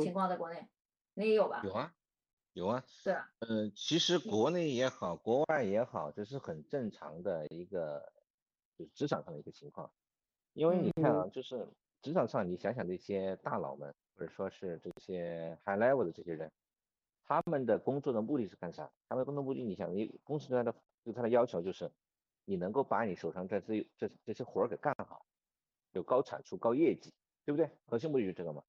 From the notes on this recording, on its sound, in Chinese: 本期用腾讯视频录制的，音频效果有点差强人意，还请大家多担待！